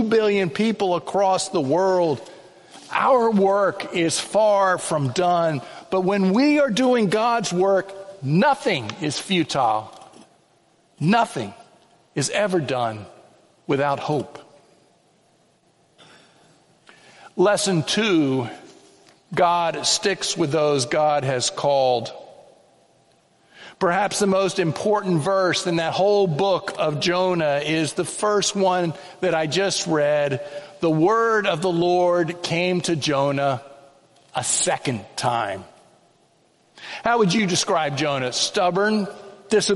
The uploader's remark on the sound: The Children's Sermon & Sermon were preached on Sunday, January 28, 2024 at First Presbyterian Church of Allentown.